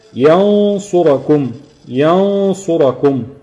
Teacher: قبل ما تنطق حرف الصاد هتجيب غنة مقدارها حركتين. انا ما نطقتش، انا هجيب الغنة عند الحرف قبل نطق دي، يعني اللسان متهيئ لنطق حرف الصاد ولكن لسه ما نطقوش ماشي.